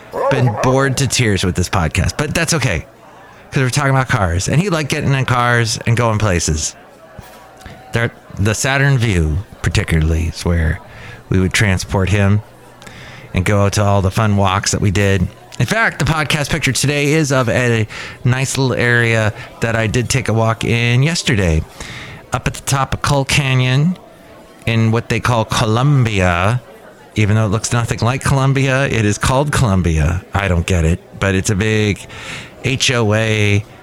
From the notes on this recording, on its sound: podcasts live from Café Anyway